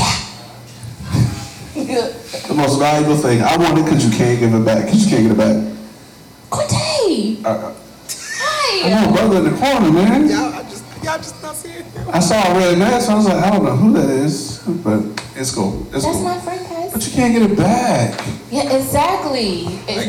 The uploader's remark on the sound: This recording is from our mask party